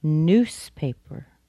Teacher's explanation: sometimes we say newspaper with an S sound instead of a Z. Newspaper.